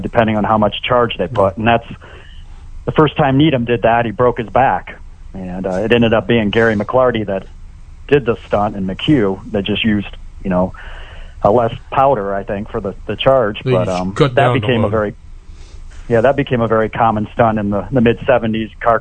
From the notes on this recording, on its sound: Guesting over the phone with us